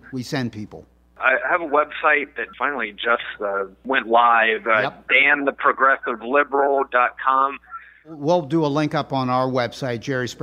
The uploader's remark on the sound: We talk to the Liberal Progressive wrestler over the phone from Richmond, Virginia.